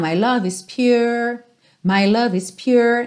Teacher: Você percebe na gravação que não tem aquele R no final